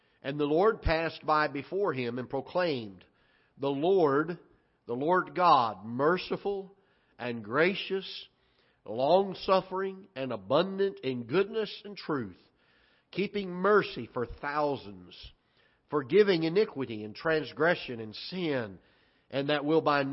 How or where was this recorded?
large echoing room